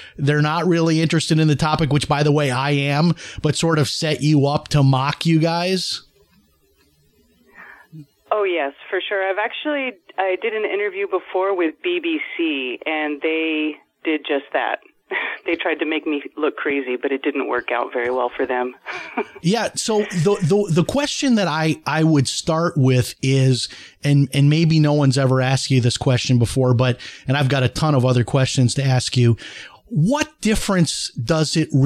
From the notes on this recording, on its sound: opens up the phone lines and even a former commercial pilot calls